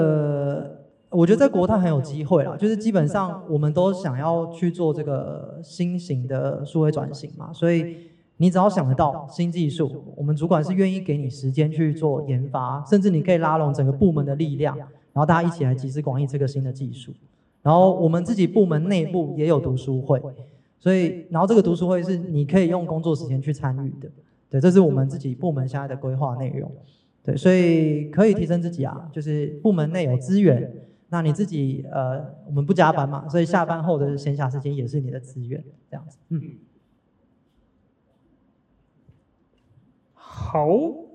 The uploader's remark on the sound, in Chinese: 本集特別集延續上次實體小聚交流第二場 —— 數據專場錄音！因為現場收音的關係，音質還請多多包涵。